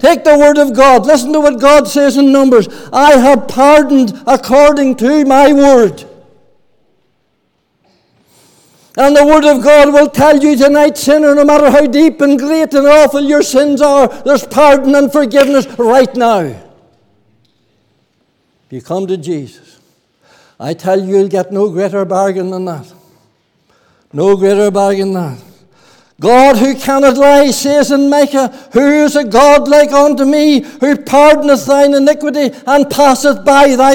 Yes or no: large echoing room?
yes